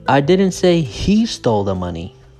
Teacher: So the stress is on he.